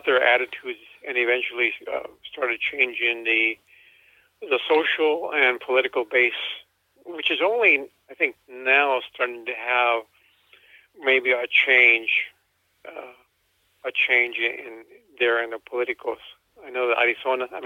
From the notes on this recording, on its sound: over the phone interview